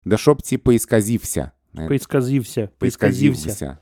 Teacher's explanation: Звук «в» тут не глухой, а звонкий.